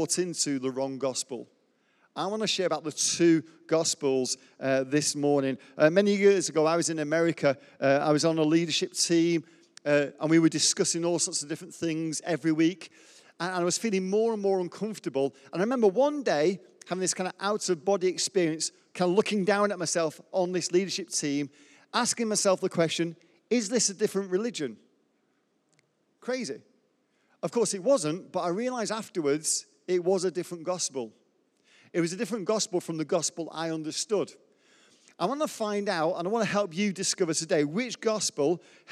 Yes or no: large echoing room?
yes